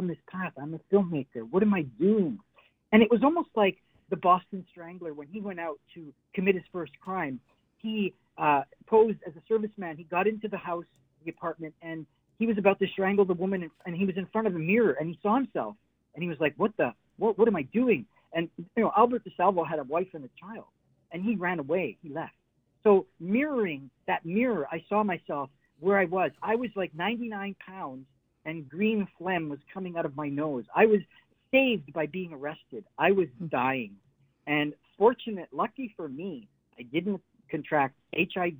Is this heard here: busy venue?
no